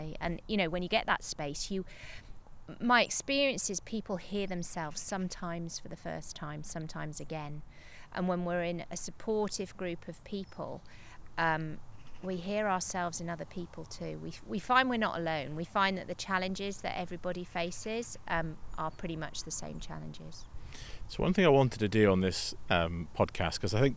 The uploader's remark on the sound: on a mindfulness walk, outside in the Welsh countryside